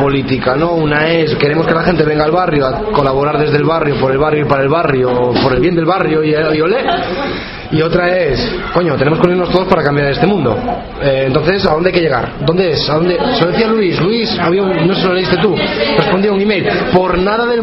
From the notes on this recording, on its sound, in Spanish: Audio Asamblea Ciudadana Constituyente Coruña 25-05-2012 Plaza Ramón Cabanillas 17-20 horas